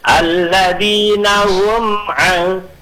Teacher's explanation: tetap dibaca harus jelas mimnya, enggak boleh ada dengung, tetapi tidak boleh dihentakkan · Term: izhar syafawi